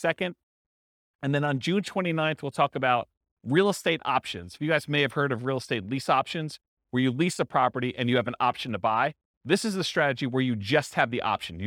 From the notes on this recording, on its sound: This was a live class recorded